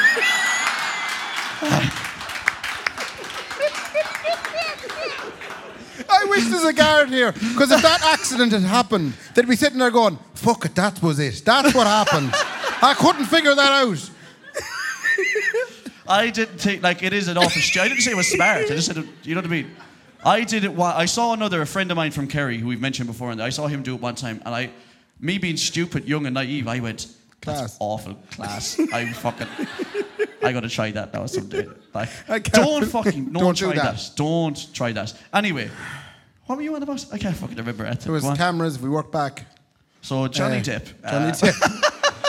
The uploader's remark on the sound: live at Anderson’s Tremendous Events Centre